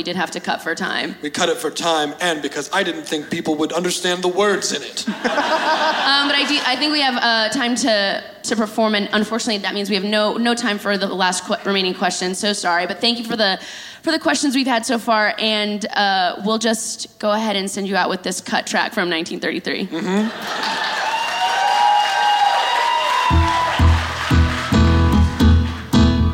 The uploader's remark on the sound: live in Brooklyn from the Murmrr Ballroom